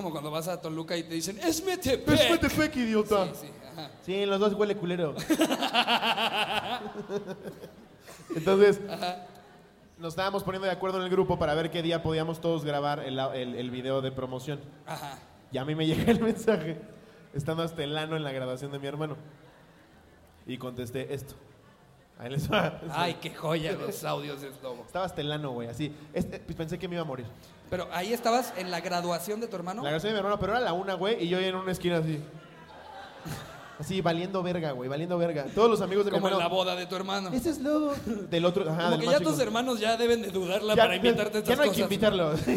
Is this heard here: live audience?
yes